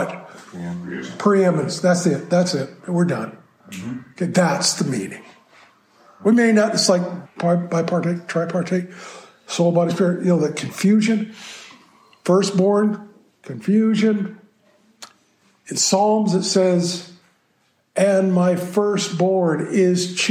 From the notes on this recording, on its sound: In this live class discussion